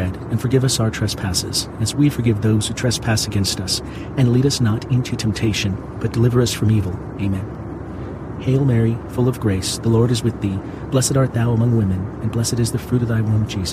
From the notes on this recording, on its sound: Pray the Rosary from inside a commercial jet while powerful engines provide a soothing rumble outside at an altitude of 35,000 feet.